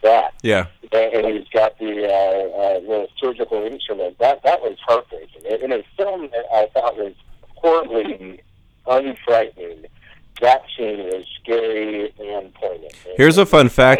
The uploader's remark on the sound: via phone